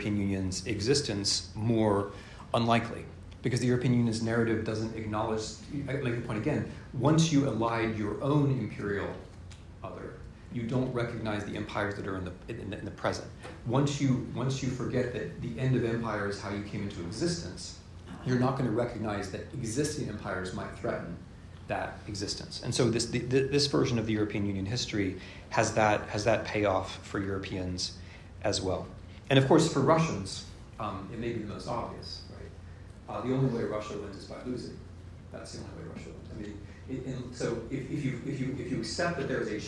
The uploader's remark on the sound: This is a lecture I delivered yesterday (6 April 2023) at Princeton University, in a series devoted to the European Union, and in the presence of colleagues who study Europe as social scientists and historians (and I was impressed by how many turned up!).